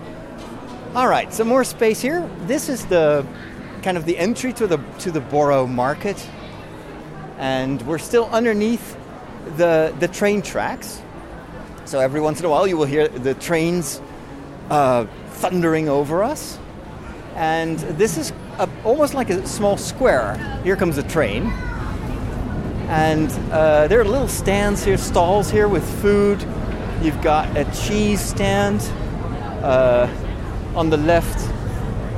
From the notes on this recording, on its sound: I walk from Leadenhall Market over the London Bridge to Borough Market